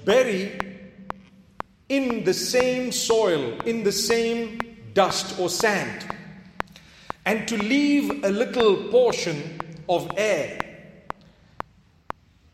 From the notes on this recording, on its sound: Jummah Lecture 6th September 2019 at The Houghton Masjid (West Street)